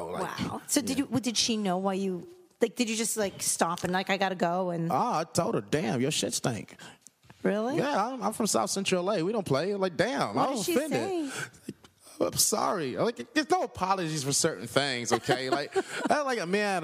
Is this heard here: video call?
no